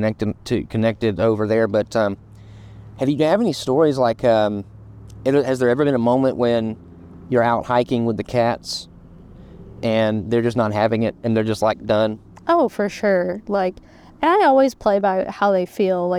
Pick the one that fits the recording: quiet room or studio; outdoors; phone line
outdoors